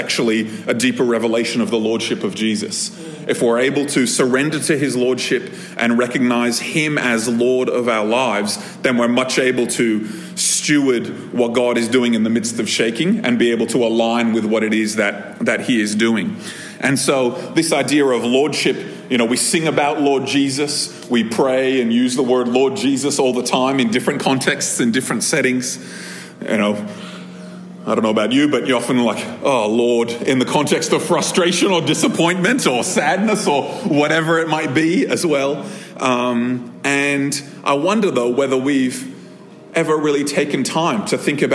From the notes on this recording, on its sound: This episode was recorded at a Thrive Community gathering on 22nd October 2023.